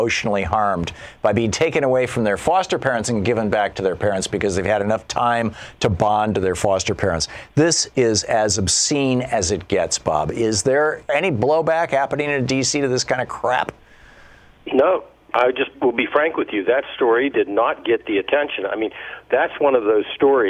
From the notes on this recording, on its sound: Callers phone in with questions